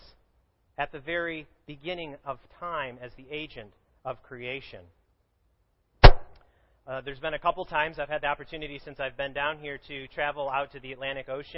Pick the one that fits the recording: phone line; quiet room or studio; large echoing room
large echoing room